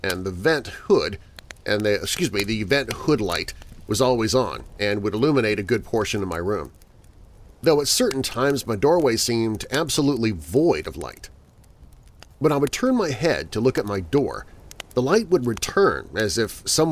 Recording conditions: outdoors